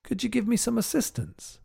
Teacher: Could you becomes could ya or could ya.